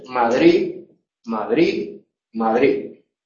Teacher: lo castizo es Madrid, Madrid, Madrid, ¿no? Donde la D final no se pronuncia. En algunos dialectos, por ejemplo en el del anterior presidente del Consejo de Ministros, eso se convierte en Z, se hace interdental.